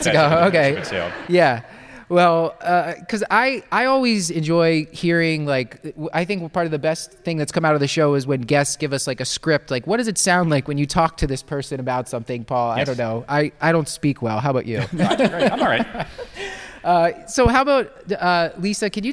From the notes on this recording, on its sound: Recorded LIVE at Johns Hopkins.